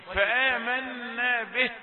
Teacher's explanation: الهاء هذه لابد أن تقوى لأنها هاء ساكنة وهي ضعيفة طبيعة الحال، فلما تكون ضعيفة وساكنة ينقطع النفس عند الباء كأنك قلت به، الهاء لم تظهر، لابد أن تبين.